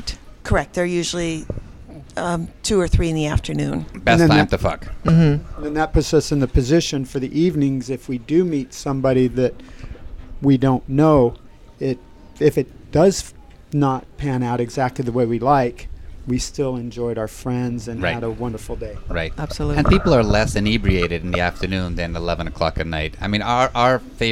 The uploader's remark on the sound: Broadcast on location from our annual swinger houseboat trip on Lake Mead, NV, with 15 full-swap swinger couples.